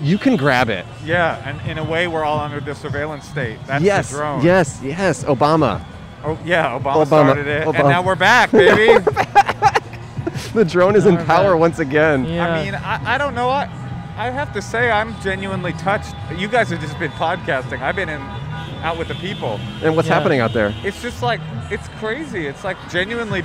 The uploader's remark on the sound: Recorded on Sunset Blvd in Silver Lake, Los Angeles.